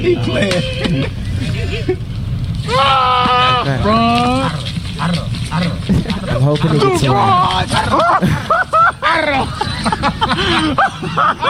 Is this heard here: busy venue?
yes